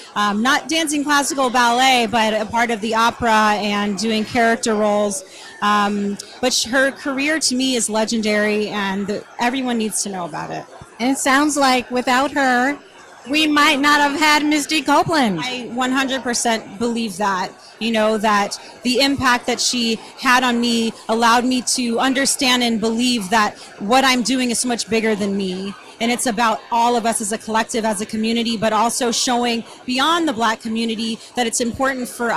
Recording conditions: live audience